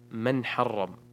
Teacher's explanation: نون ساكنة أتى بعدها حرف الحاء، فالحكم إظهار حقيقي